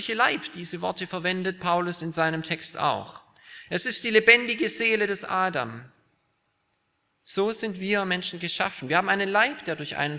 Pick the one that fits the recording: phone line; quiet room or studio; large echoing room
large echoing room